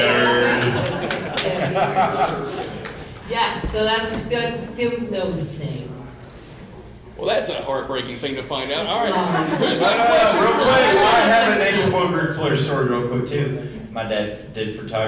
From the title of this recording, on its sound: Q&A Live from Bride of Frankencon